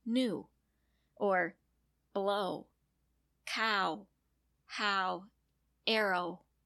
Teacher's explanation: the vowel before W simply is stretched or an ooh is said. So you don't actually have a W sound. It is a spelling thing.